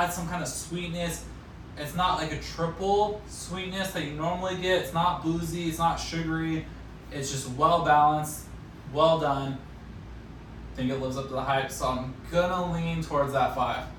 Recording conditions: phone or laptop microphone